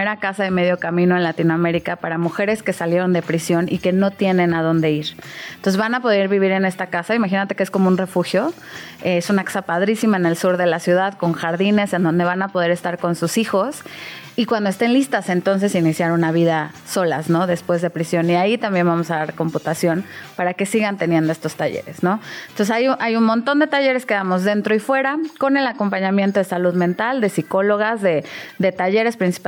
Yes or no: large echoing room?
no